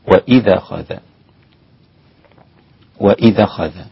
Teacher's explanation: ورش هو الذي نقل حركة الهمزة إلى الساكن قبلها فأصبح النطق هكذا. · Term: النقل